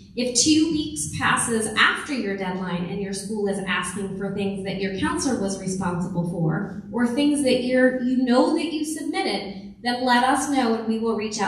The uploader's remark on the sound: we release the audio from our College Kick Off meeting for parents and their seniors